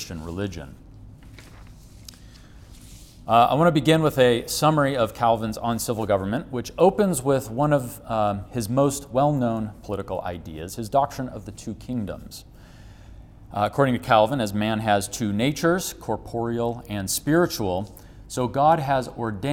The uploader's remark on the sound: Recorded January 30, 2021 at the 2021 Winter Forum in Moscow, Idaho.